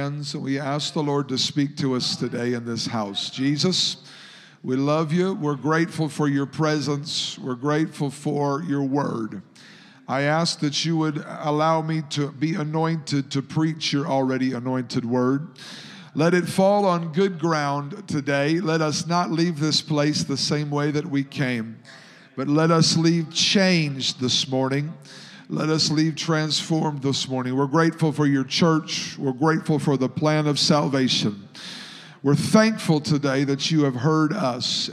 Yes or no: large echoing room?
yes